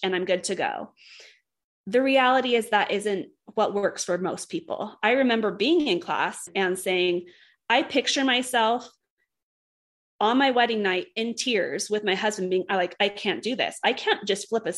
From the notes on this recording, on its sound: Our first ever LIVE episode while participating in the Affirmation Connections Virtual Summit. We were able to have our first ever LIVE episode while participating in the Affirmation Connections Virtual Summit.